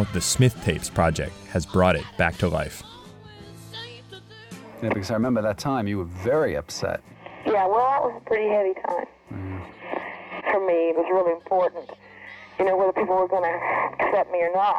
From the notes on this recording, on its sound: By phone